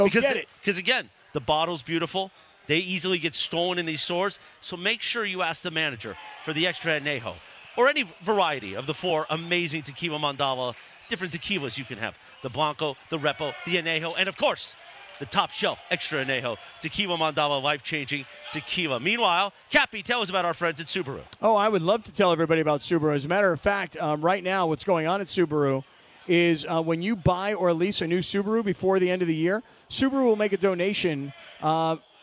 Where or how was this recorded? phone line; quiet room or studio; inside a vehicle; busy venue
busy venue